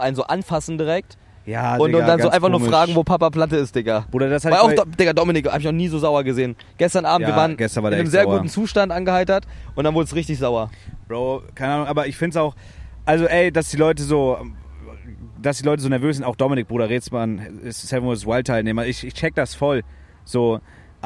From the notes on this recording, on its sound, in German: Erstes Mal SPLASH! Leicht angeheitert wird live vor Ort recorded und ein bisschen Schabernack getrieben.